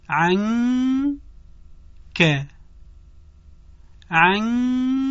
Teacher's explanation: کوتاه بودن صدای فتحه باید رعایت بشه و کشش غنه هم باید رعایت بشه · Term: اخفا